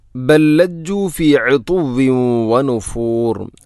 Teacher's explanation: ഇവിടെ ബല്ലജ്ജു ബല്ലജ്ജു എന്നല്ല, ബല്ലജ്ജു ഒന്നാമത്തെ ലാമിനെ രണ്ടാമത്തെ ലാമിലേക്ക് ഇദ്ഗാം ചെയ്യുന്നു, കൂട്ടി ലയിപ്പിച്ച് ഒതുന്നു